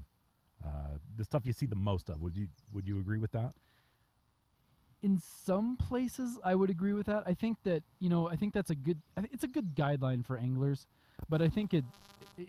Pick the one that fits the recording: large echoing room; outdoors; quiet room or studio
outdoors